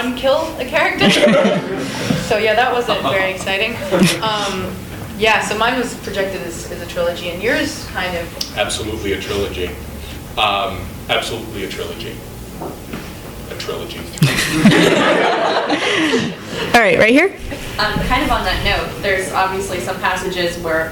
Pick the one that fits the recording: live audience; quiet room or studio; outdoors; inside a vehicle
live audience